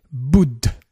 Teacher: La consonne ba simple, la voyelle courte ou et la dentale da aspirée.